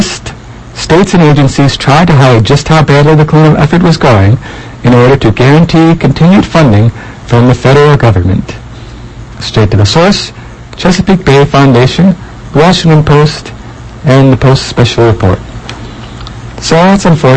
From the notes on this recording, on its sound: inexplicable muffling and peaking of today’s audio